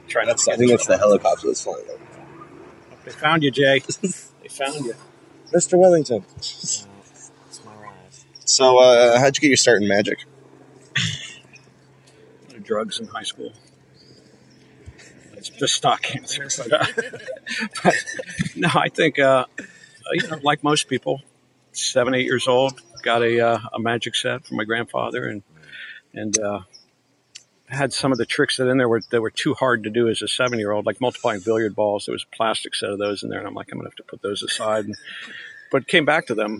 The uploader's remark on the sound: Sit outside at a park in Hollywood hills